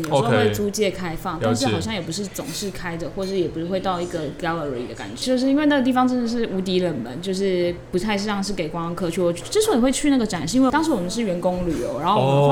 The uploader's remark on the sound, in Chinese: 本集白噪音指數：蚊風級 1/5。錄音地點： 豆手豆花 - Dozo Tofu Pudding。